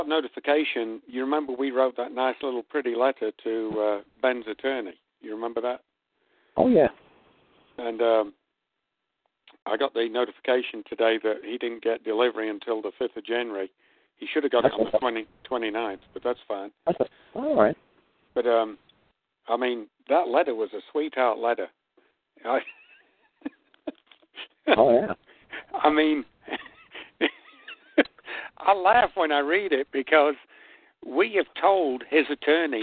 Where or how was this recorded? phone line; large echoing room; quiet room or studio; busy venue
phone line